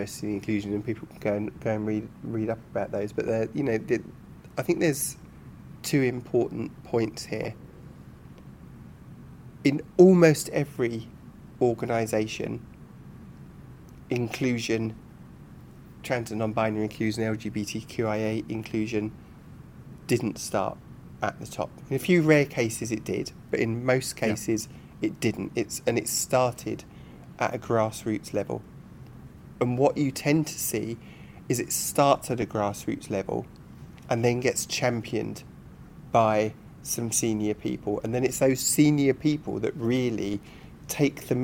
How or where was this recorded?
busy venue